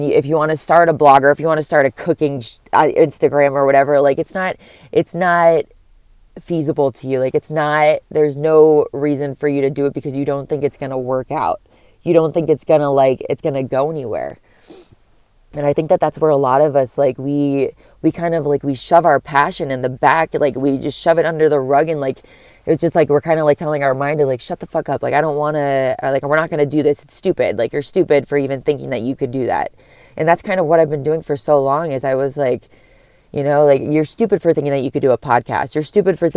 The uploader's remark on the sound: I’m sitting outside my work in my car recording it